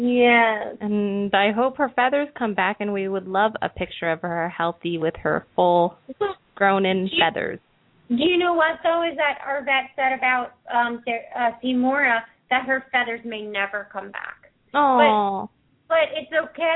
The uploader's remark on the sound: Open up the lines for listeners to call.